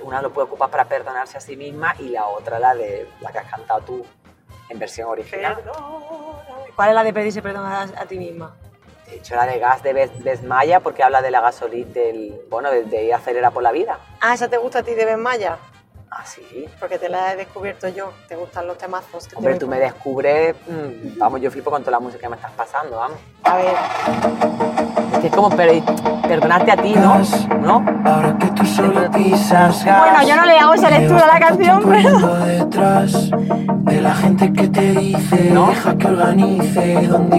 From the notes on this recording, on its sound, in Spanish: episodio grabado un Domingo de resurreción y de camino al Teatro del Barrio (Madrid)